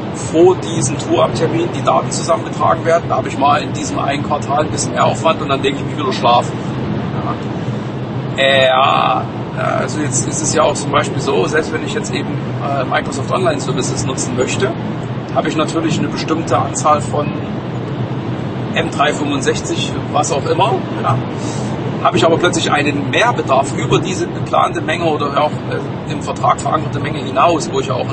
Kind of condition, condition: fault, background noise